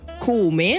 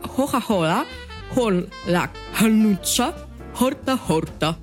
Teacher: Тогда в стандартном итальянском мы бы не говорили звук «к», «куми», мы бы говорили «хуми». Итальянцы, вот, которые флорентийцы, они не произносят ко, они вместо этого произносят хо. · Shown in: second take